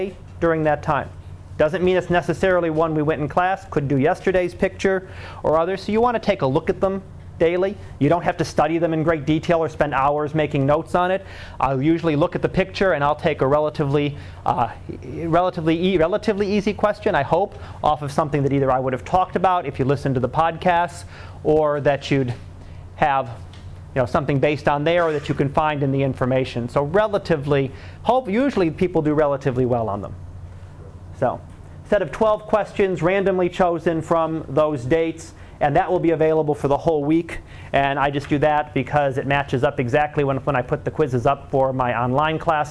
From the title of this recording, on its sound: Live Class Lecture